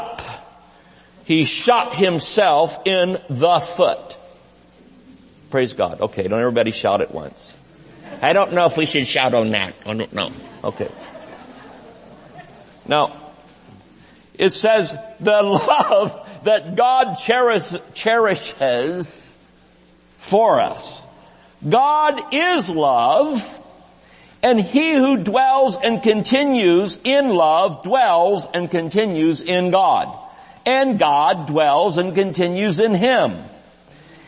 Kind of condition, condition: setting, large echoing room